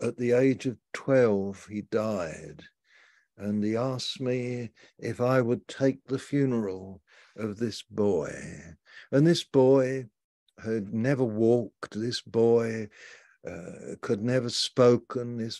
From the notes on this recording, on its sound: Malaysia Meets (Zoom).